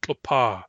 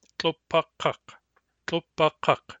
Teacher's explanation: Normally, tlopa is short long. The first syllable has a short vowel, the second syllable has a long vowel. · Shown in: first take · Tlopa. But when we add kak to it, tlopa becomes tlopa, short, short.